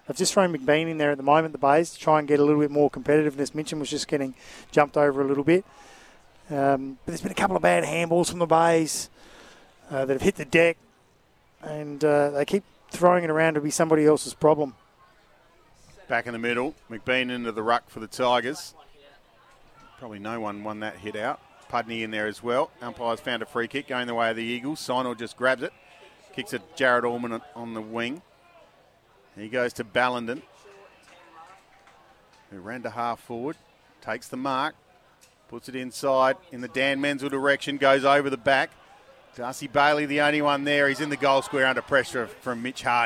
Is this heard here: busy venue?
yes